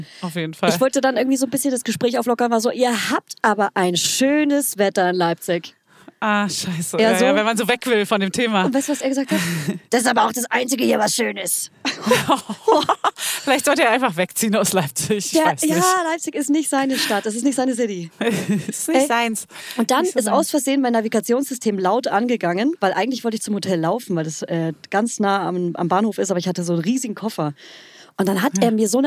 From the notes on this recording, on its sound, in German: Wenn wir uns am Telefon updaten.